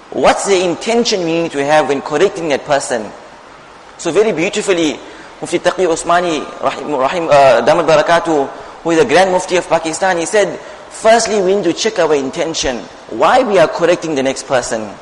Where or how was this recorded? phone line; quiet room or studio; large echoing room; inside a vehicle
large echoing room